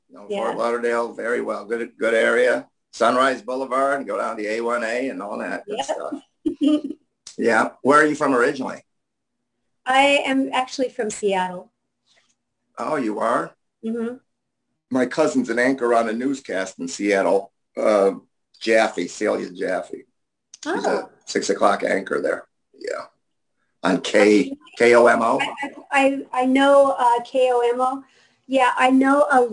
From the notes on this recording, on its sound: before we start the Zoom Show